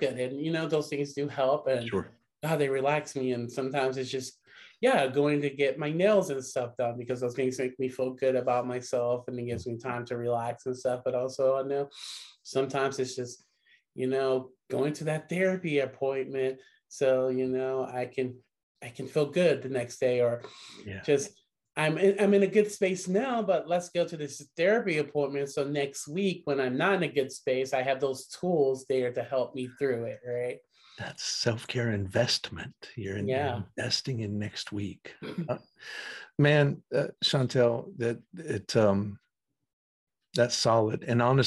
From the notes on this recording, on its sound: Recorded 1.17.2022 from Raleigh, NC & Richmond, VA on Zoom